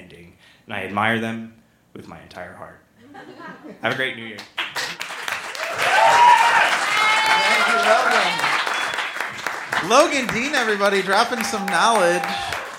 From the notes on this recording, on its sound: This was recorded on the main stage at the Beat Kitchen as part of our year six end celebrations, and what a show it was. We've also got a full house band playing some of our favorite songs of 2017!